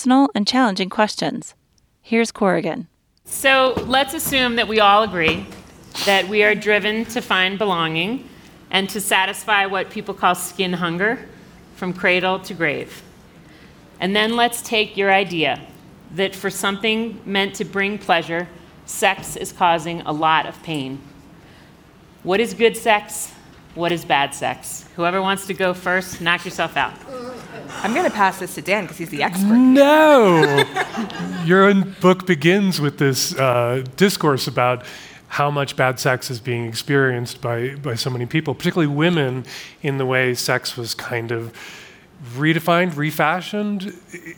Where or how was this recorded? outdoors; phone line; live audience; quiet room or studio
live audience